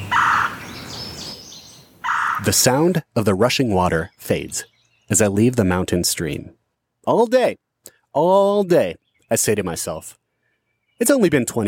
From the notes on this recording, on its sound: Today we pair a beer style with Grand Teton National Park. As we hike deep into the Teton Mountain Range. Our final destination is the remote Delta Lake.